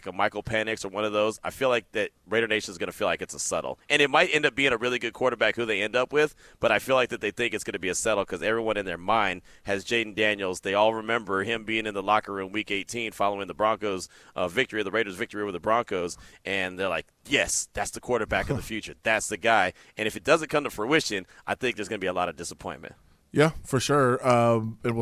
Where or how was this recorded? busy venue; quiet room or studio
busy venue